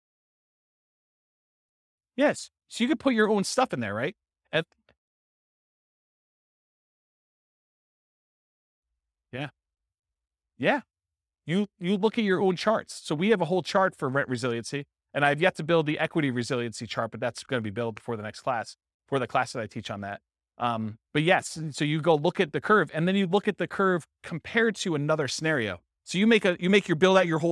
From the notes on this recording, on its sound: This was a live class recorded